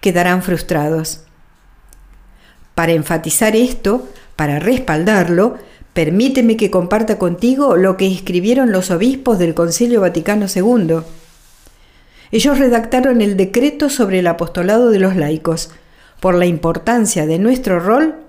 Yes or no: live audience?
no